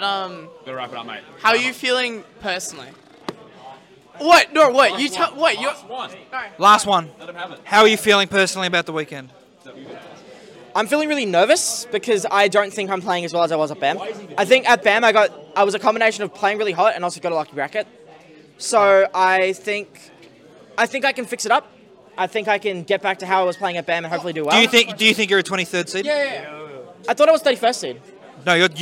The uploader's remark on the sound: The Big Cheese 3 Roundtable. Do a live podcast at The Big Cheese 3 in Adelaide.